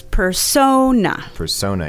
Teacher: But the stress is on the second syllable.